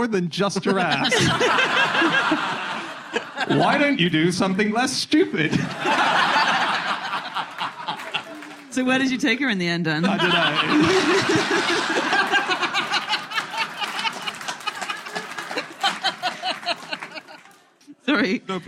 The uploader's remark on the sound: Live from Bristol